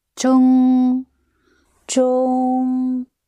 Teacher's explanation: the long, level, smooth tone in Chinese · Term: green thumb tone